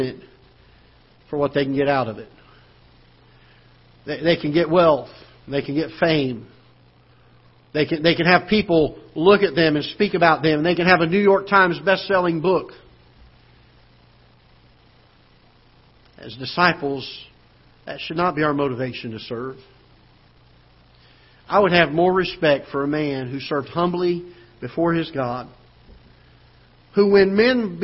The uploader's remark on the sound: Ketha Heights Baptist Church ~ Live Broadcast